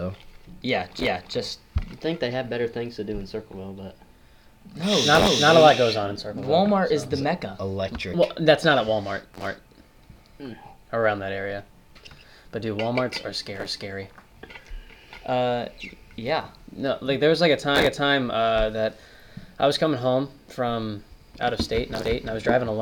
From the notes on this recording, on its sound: We sound like we're on helium